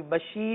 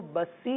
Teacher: पे शीन आवाज निकालनी है, सीन ये गलत हो, सीन में सीटी हो रही है · Shown in: first take